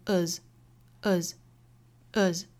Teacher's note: time,后面 True as it can be, True 跟 as 也是可以做连读的。我们这里面注意就是 as 这个单词，它强读式是读 as,元音是 a,但是一般在句子里面是不会强调它的，所以会读它的弱读式，也就是元音为 schwa sound